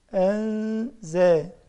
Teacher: إنا أنزلناه في ليلة القدر أنزلناه دي نون ساكنة خلاص كده بعدها زين فاسمه ايه اخفاء فادخل النون مع الغنة في الزين اللي بعدها، أعمل غنة النون حركتين